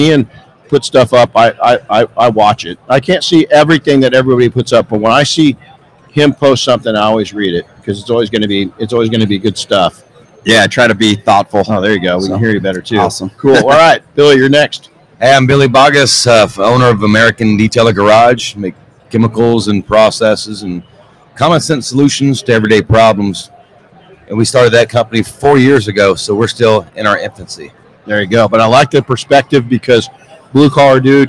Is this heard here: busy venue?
yes